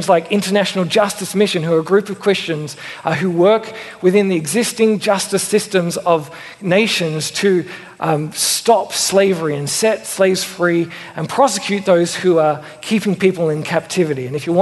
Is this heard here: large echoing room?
yes